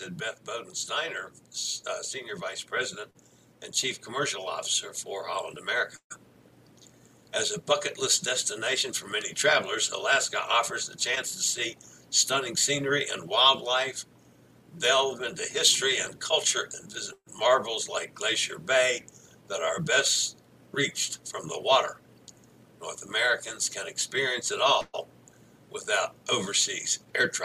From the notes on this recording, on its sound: LIVE from Miami, Florida on board Freedom of the Seas.